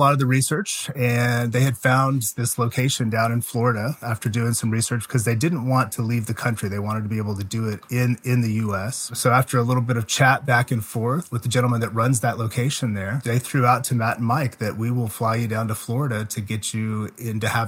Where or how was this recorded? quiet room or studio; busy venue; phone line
quiet room or studio